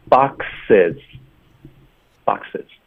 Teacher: 就是复数，在结尾时候的这个浊音也会给它轻化了